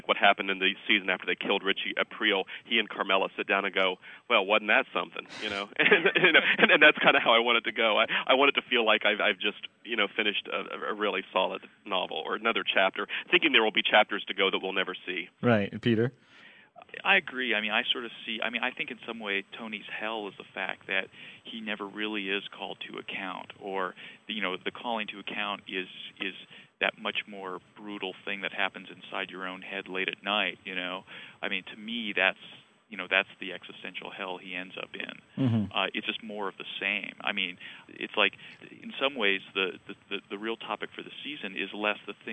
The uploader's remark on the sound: I talked by phone